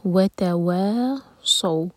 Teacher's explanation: وتواصوا صاد ہیوی، صاد پر فتح ساتھ میں واو، تو یہ مد لین